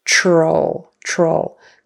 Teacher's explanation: We say that TR like it's a CHR, like ch-ch-ch, troll, troll.